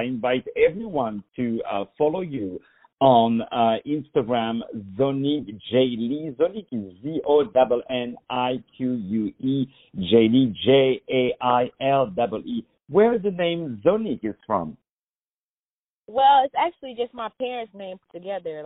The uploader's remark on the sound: On the phone